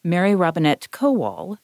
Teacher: when I say my full name, I put the emphasis on that first syllable